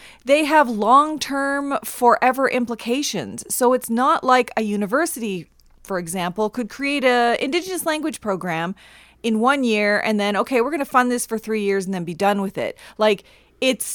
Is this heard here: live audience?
no